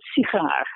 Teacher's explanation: And you have exactly the same word in Dutch, but it's sigaar, right? So the first syllable is not reduced. It's secondary stress.